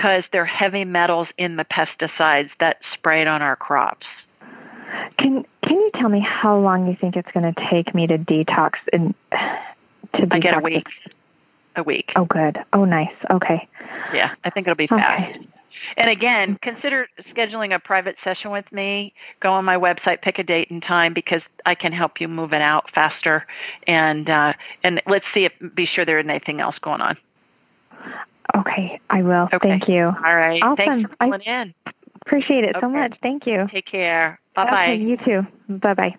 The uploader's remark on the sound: His widow called. Then a man who was not feeling well called from NYC.